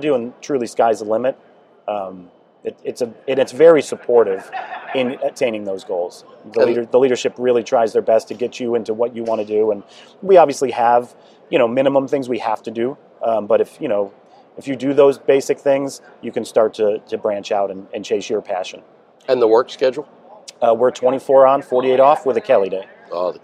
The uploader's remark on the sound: NEP "On Location". Here, we hit the road and have conversations. On location at Firehouse Expo in Columbus, Ohio.